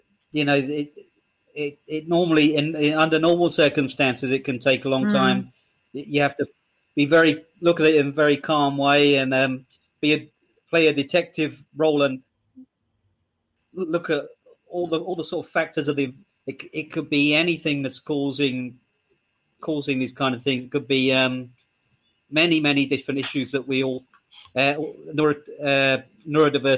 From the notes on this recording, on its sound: Livestream interview. This podcast episode is the audio from one of these livestreams.